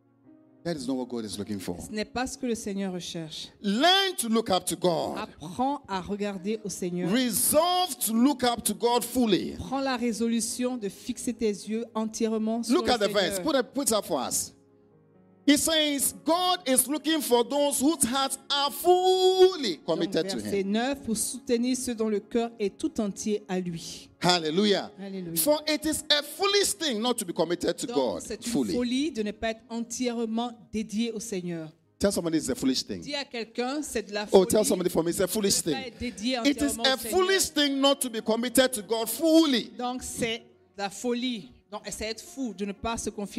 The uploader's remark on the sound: Preached during Joyful Hour Sunday Service.